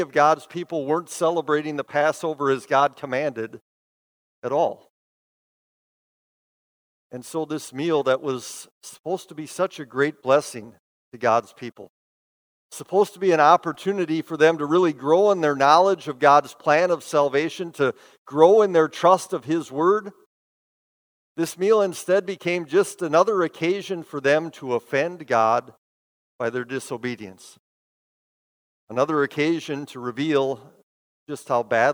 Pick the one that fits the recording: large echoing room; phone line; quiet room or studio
large echoing room